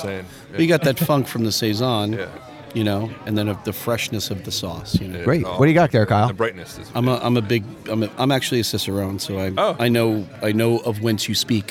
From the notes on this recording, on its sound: LIVE From The Philly Hot Sauce Festival! We recorded on-location from the first annual Philadelphia Hot Sauce Festival!